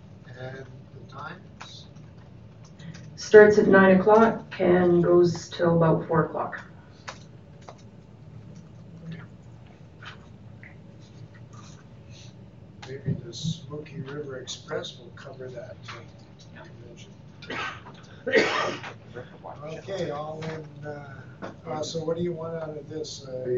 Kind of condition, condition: setting, large echoing room